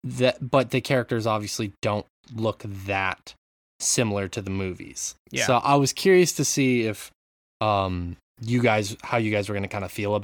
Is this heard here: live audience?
no